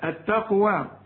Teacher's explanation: قلقل القاف والتاء رقاها